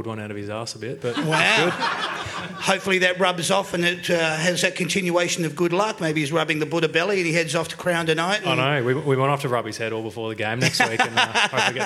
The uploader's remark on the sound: That's Good for Footy panel show LIVE from the Mulgrave Country Club in Wheelers Hill. That's Good for Footy is a LIVE & interactive footy panel show for all the family.